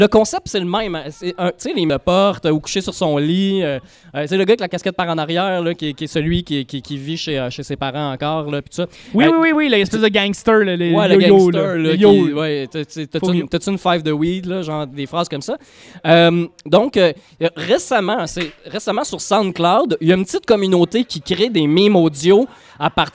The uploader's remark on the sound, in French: Live au Geekulture. Pour la deuxième édition du Festival Geekulture de Lanaudière, j'ai été invité à faire mon podcast en direct sous la tente devant public!